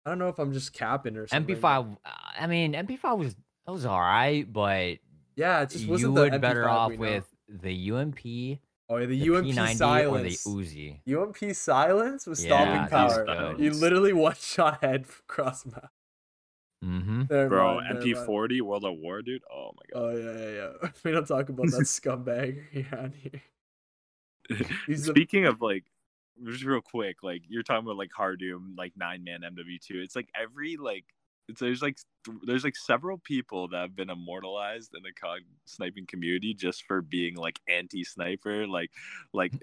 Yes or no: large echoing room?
no